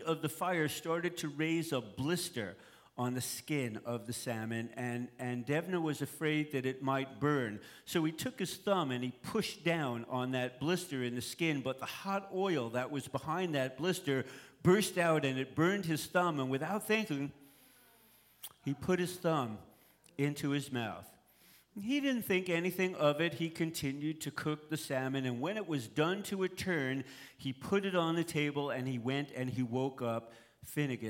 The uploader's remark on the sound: on stage at Alberta Abbey for live storytelling with Portland Story Theater